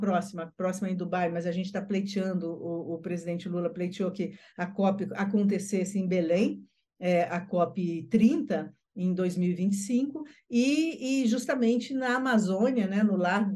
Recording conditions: video call